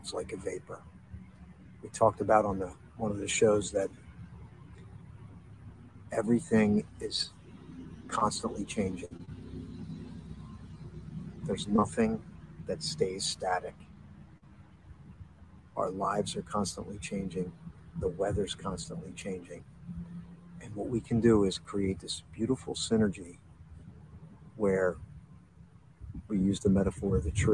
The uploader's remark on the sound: This Episode originally streamed live on location at Washington Crossing State Park. The audio from this podcast was taken directly from this live stream.